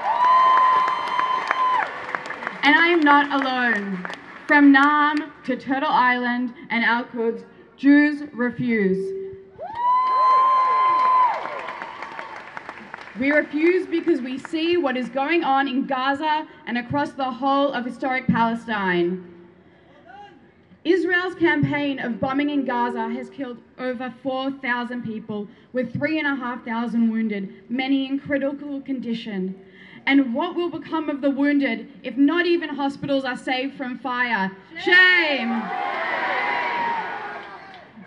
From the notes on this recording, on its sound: noises and speeches from various Free Palestine rallies held over the last three weeks in Melbourne